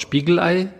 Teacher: Dort brauchen wir den Glottisschlag, um darauf hinzuweisen, dass es sich um ein Ei handelt.